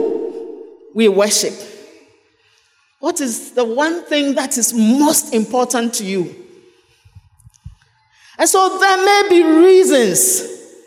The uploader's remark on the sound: Sermon preached at CBC Shiashie Campus